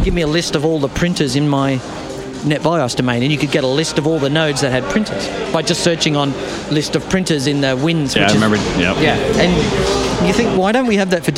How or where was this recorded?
busy venue